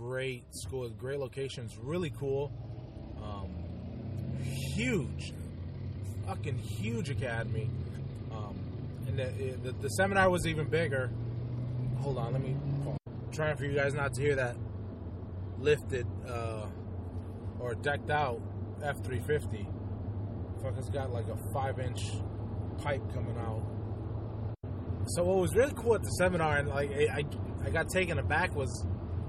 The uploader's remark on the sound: Just a quick carcast. (Well some I was driving).